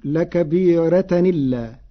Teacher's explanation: قرأ ورش بنقل حركة الهمز إلى الساكن قبله فتصير لكبيرة إلا مع ترقيق الراء على لغة العرب.